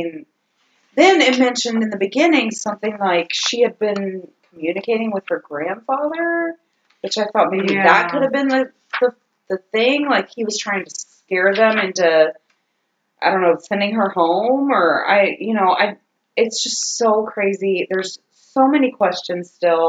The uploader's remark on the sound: Audio still SUCKS! Crank up that volume.